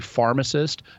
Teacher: And that's actually how you get f's in Hebrew, because they didn't have, it's like our ph. When we say pharmacist, that's an aspirated p that sounds like an f.